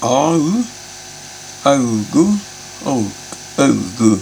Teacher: Det er flatere lyduttale med a-u, augu og augu, som vestlandsk